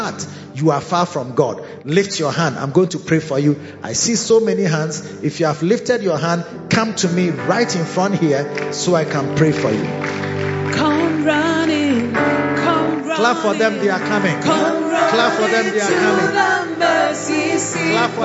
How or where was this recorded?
large echoing room